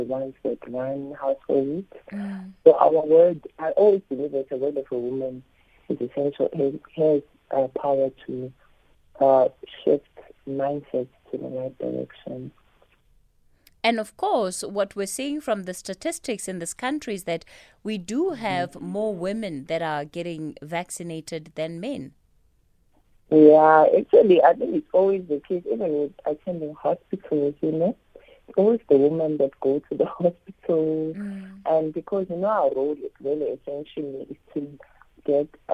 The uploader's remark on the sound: we are joined on the line